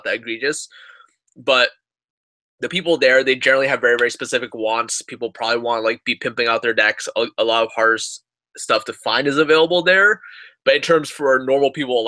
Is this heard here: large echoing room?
no